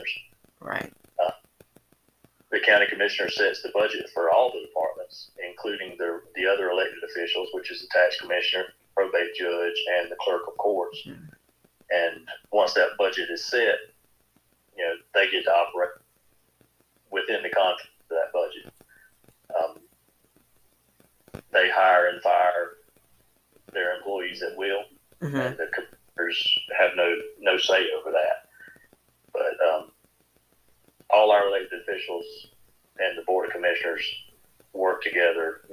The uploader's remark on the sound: On the first over the phone interview.